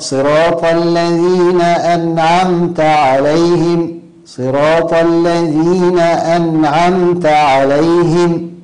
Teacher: يسكن النون تسكينا واضحا دون مبالغة في ذلك أيضا، يعني دون أن يسكت عليها. يعني بعض الناس يسكن يقول لك صراط الذين أنعمت عليهم، يعني يقسم الكلمة قسمين، أن وبعدين عمت، هذا خطأ أيضا.